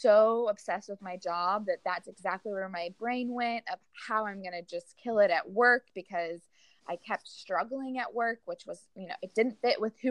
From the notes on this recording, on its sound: I promise the recording, flow and editing will get better with each episode !